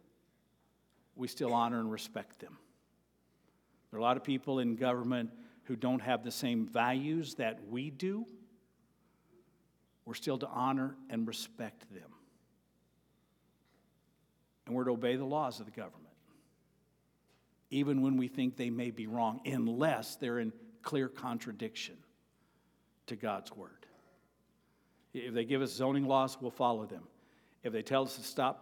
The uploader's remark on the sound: At Avondale Baptist Church.